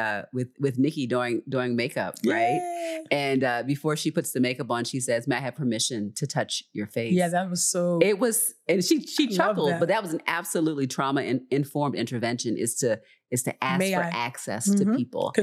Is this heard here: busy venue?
no